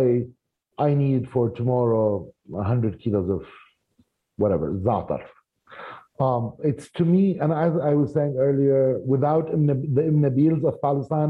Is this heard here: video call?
yes